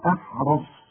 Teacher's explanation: ولا تجدنهم أحرص، أنا مش عاوزك تقول لي أحرص لا شوف أحرص زي أحمد، شوف أحمد دي برضو أح ولكن بعدها الراء أحرص، الراء مفخمة والصاد مفخمة